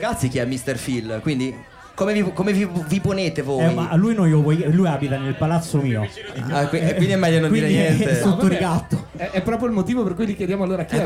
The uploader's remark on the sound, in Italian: Radici on the boat. Sulle onde del mare. L'abbiamo registrata live in mezzo a voi che eravate tantissimi.